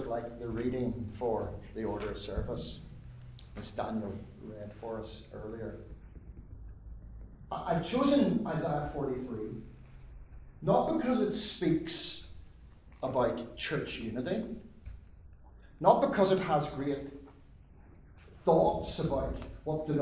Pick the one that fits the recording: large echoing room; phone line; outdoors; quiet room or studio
large echoing room